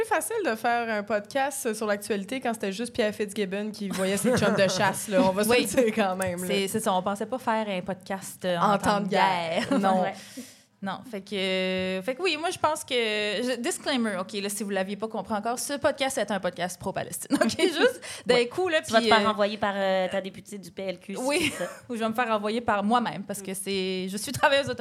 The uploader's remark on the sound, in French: Enregistré devant public à l'Idéal à Montréal.